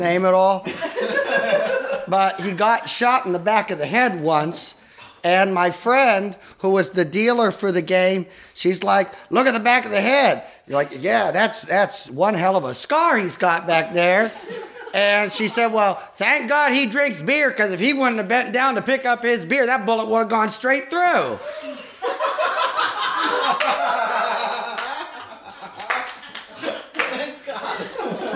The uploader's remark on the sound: Thunderdome (House show). We're popping up all over the place, including living rooms! From a very lovely coach house this past Saturday night, here's our first ever official house show.